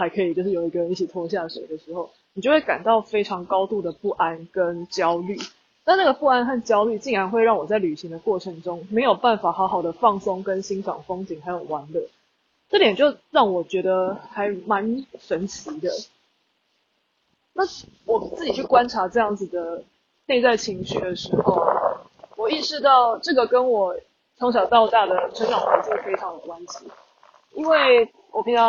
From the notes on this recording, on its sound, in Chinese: 馬祖旅行中有感而發，在福正海灘邊散步邊錄音，風聲有點大，請包涵。